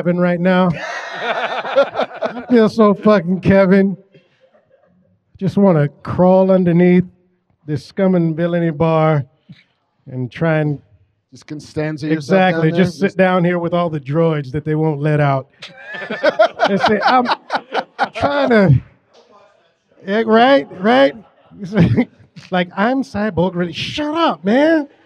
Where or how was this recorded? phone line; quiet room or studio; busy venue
busy venue